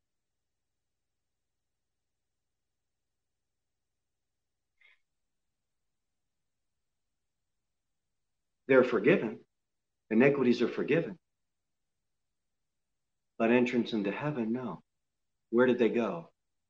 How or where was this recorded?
large echoing room